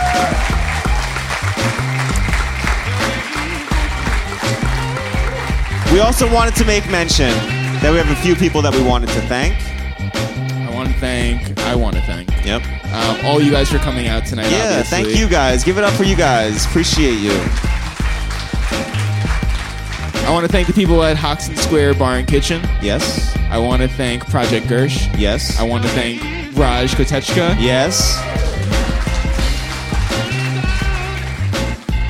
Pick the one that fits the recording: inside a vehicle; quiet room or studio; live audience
live audience